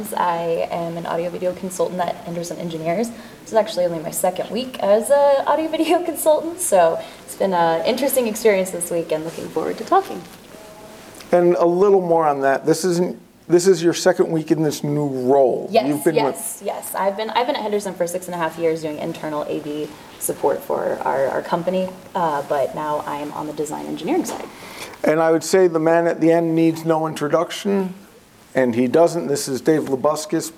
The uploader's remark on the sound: Live From InfoComm 2022